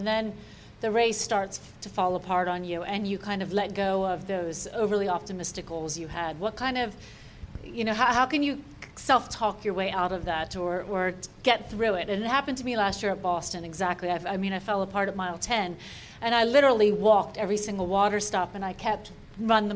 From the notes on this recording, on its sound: Live from Ogden, Utah. In this recorded-in-front-of-a-live-audience episode.